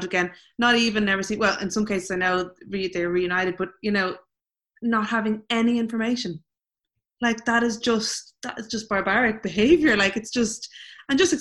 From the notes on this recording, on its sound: Recording on Zoom, so sorry for loss of audio quality.